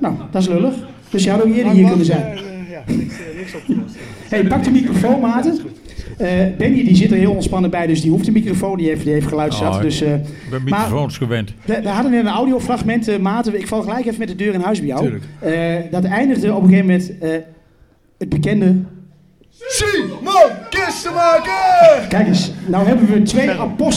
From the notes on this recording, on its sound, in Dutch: Opname van de presentatie van het boek. 'Een geweldig decor onder de tribune waar het naar clubliefde en nostalgie ruikt.